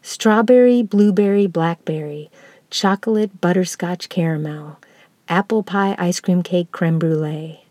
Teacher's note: Almost always, these triples are dactyls, stressed, unstressed, unstressed.